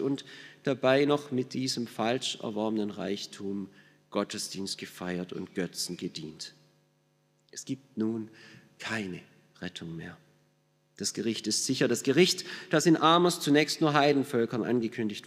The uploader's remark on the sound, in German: aus dem Schwarzbrot-Gottesdienst der Missionsberg-Gemeinde (LM)